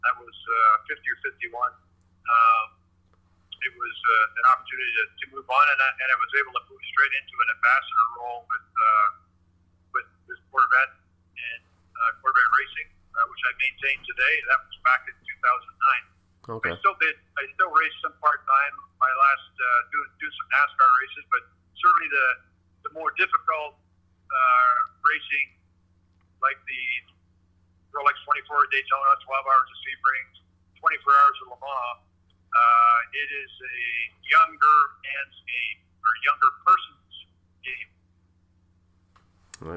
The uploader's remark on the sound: on the phone